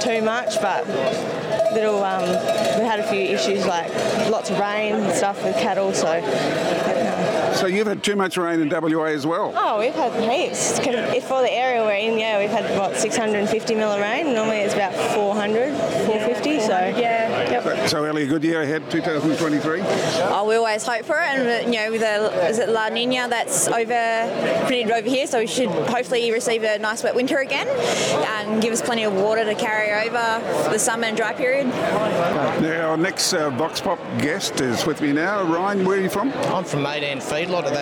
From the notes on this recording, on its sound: The Weekly Grill headed to the feedlot industry's BeefEX conference in Brisbane last week. A series of 'vox pop' responses from other lotfeeders attending the conference.